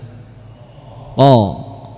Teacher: kita merasakan bahwa arah dari huruf qaf ini ke langit-langit · Term: huruf-huruf isti'la